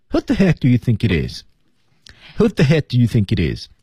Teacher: who the heck do you thinkit is 基本是一个失去爆破，半失去爆破也是可以的